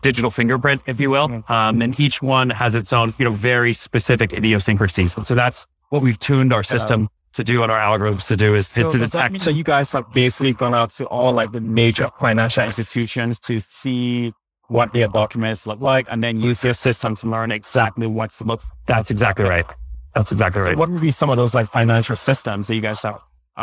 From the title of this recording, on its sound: LIVE at Optech